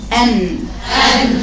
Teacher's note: ناخد النهارده يا بنات حرف النون، خلي بالكم مخرج حرف النون، يقع حرف المخرج النون من طرف اللسان مع ما يحاديه من لثة الثانيتين العليتين